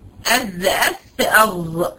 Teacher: هيخرجوا من طرف اللسان متعامدا مع اطراف الثنايا العليا